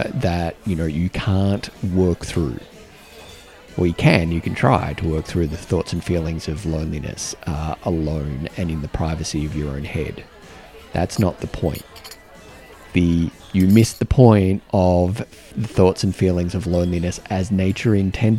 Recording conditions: busy venue